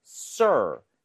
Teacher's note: r 발음할 때 sir 혀의 코어가 뒤쪽으로 당겨져요.